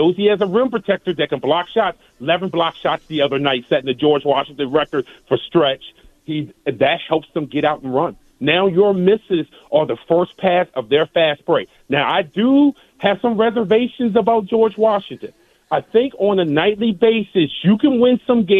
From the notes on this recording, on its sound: We continue to breakdown the Richmond Christmas parade with a caller who was live on the scene.